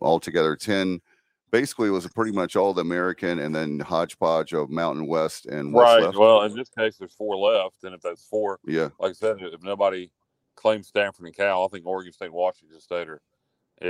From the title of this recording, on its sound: LIVE FROM PORKY'S BACKYARD BBQ